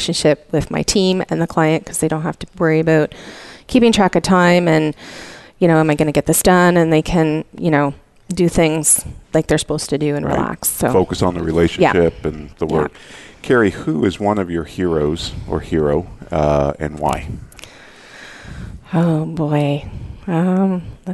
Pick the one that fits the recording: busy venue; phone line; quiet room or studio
busy venue